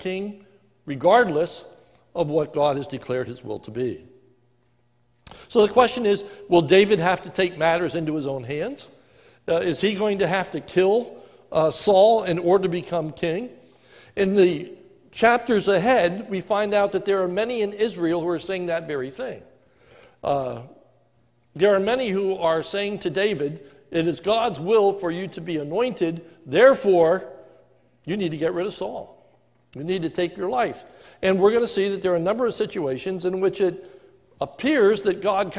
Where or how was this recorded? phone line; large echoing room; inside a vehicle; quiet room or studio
large echoing room